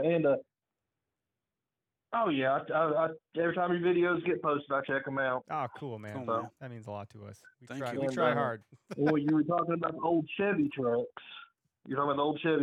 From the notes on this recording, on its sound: take to the phone lines and bring on listeners from across the country